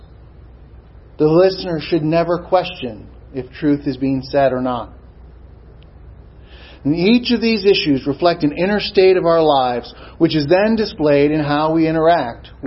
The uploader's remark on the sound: Sermon preached at Swordbearer Chapel, Society of St James VFW 8541 San Antonio, TX